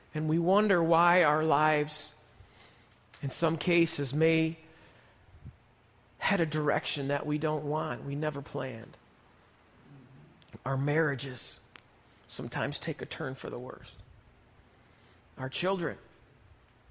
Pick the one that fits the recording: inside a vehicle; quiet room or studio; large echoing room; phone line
large echoing room